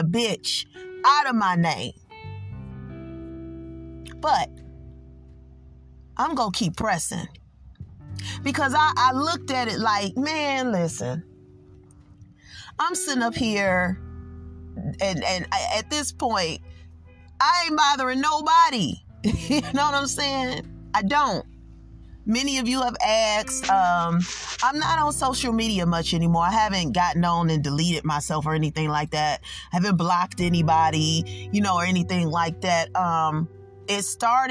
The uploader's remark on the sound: I was in my car and decided to pull over